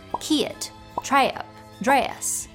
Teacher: Some words that have a single vowel sound in my dialect, kit, trap, or dress, stretch out in Southern English to sound like two vowels